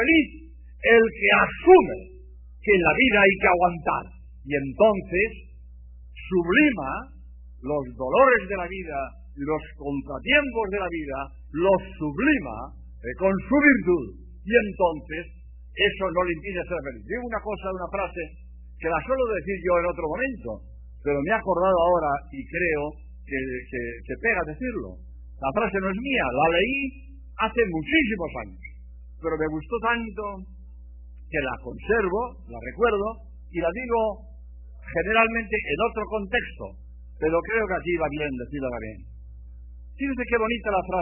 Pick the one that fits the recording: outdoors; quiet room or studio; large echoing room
large echoing room